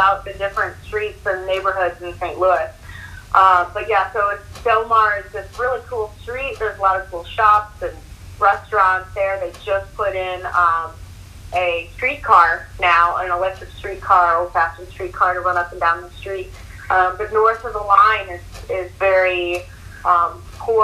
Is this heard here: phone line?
yes